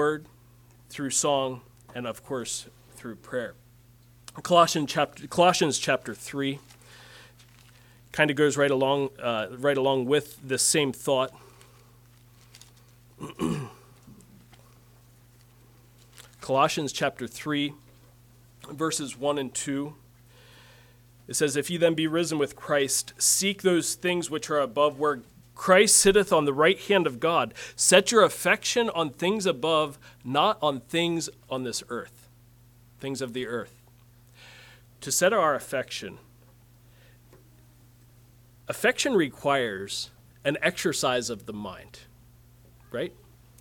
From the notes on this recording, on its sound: Message preached at Word of Hope on May 21, 2023